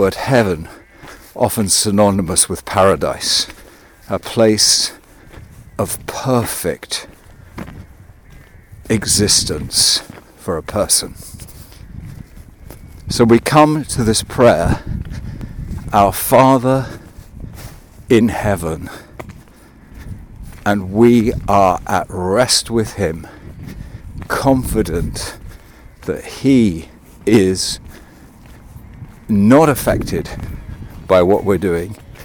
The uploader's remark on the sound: This one was recorded on a walk.